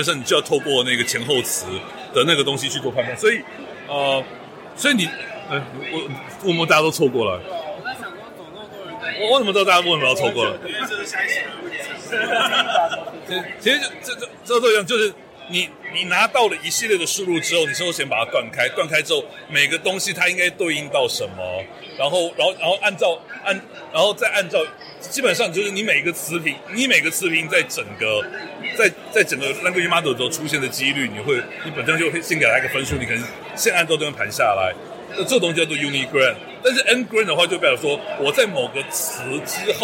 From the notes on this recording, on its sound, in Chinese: 我們在活動現場。也是 weak self 首次「出外景」。有一小段切錯錄音模式了，所以聲音跑錯邊。